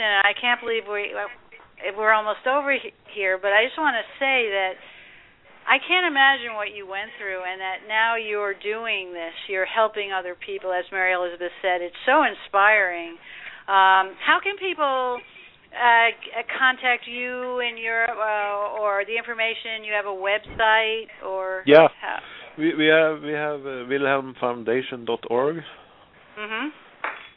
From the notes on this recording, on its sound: This show is an opportunity for listeners to call